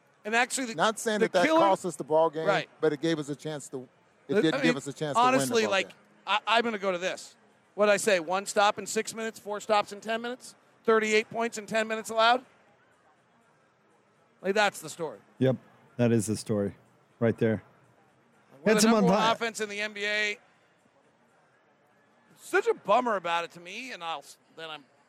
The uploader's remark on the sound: Postgame press conference audio